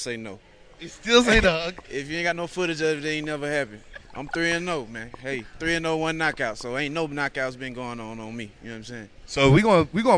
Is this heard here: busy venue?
yes